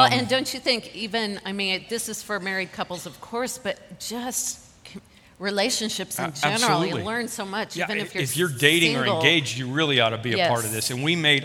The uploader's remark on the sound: This podcast is a recording from a weekend service at Parkview Christian Church.